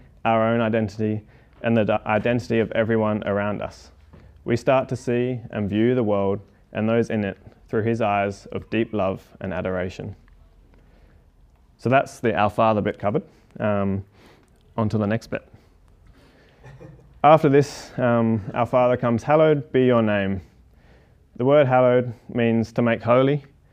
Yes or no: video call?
no